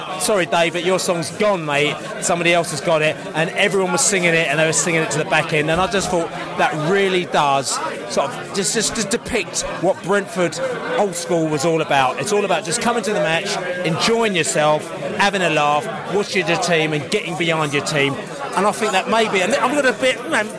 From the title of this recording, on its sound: post -match podcast from the pub